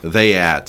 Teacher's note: What happens is you end up combining vowels in the South.